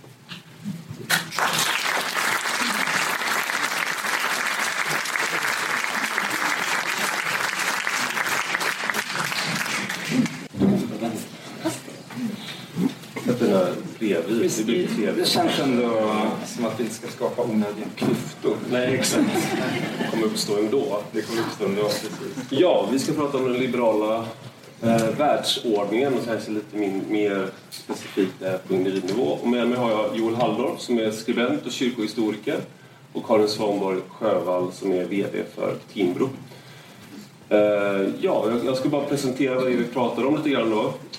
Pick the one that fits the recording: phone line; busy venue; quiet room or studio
busy venue